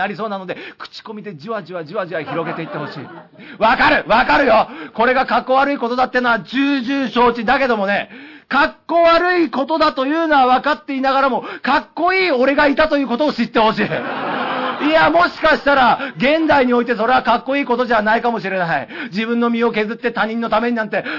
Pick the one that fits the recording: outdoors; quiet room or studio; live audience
live audience